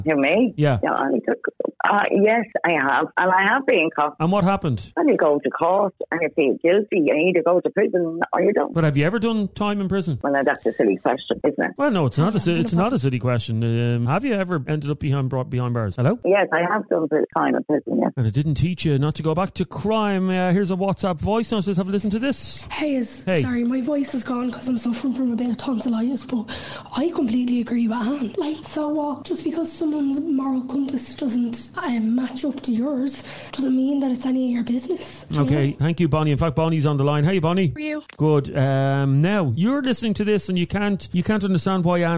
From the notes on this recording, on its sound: A woman phoned